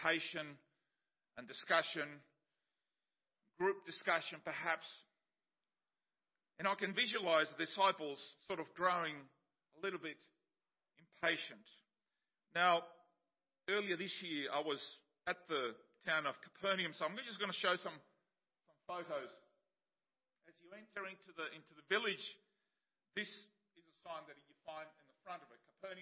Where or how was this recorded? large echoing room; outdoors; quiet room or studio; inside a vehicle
large echoing room